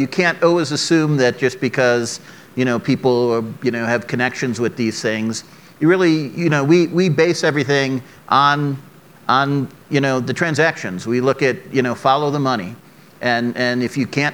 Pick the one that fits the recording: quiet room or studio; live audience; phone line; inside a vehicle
live audience